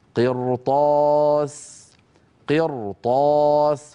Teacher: هنا الراء نطقتها مفخمة. لما؟ لأنها ساكنة كما نرى وقبلها مكسور وهو القاف، وبعدها حرف استعلاء غير مكسور وهو الطاء.